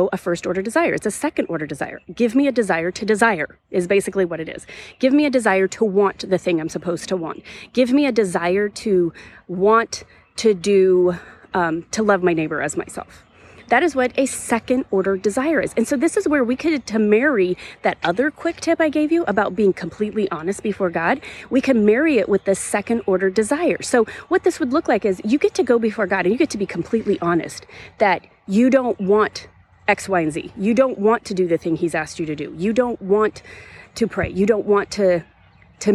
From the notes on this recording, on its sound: This was recorded on location in a nearby arboretum, so the sound quality may or may not be slightly different than our other episodes. Enjoy the birds and the breeze!